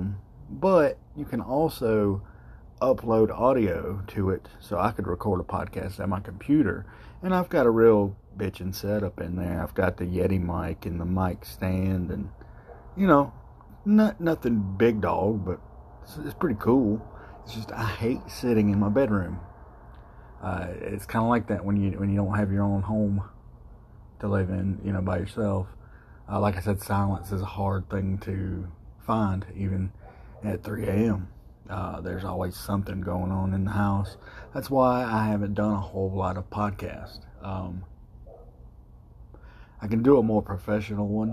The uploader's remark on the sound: Live from THE GHETTO! Sitting outside at 3am.